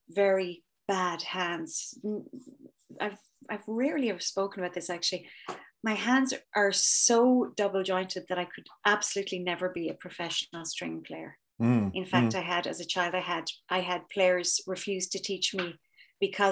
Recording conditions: video call